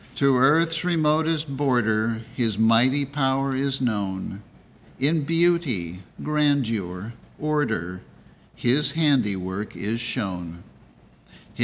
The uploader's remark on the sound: The Sunday service audio from August 13th, 2023